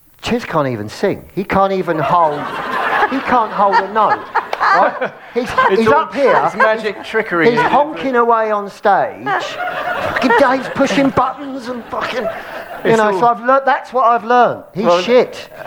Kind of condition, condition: setting, live audience